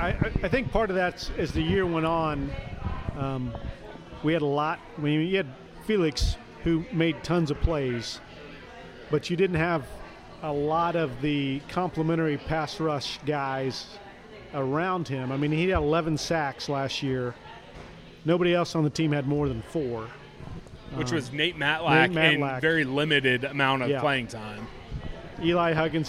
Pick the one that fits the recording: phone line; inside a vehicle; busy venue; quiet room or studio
busy venue